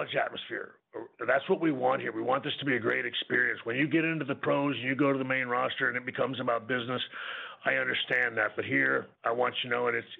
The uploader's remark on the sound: NXT Takeover Halloween Havoc Media Conference Call. Speaks to media ahead of NXT Takeover Halloween Havoc!